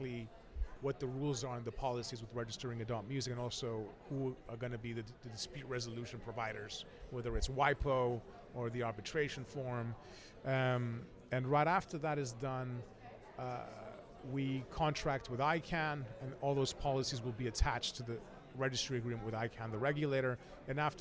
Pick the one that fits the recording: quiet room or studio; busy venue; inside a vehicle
busy venue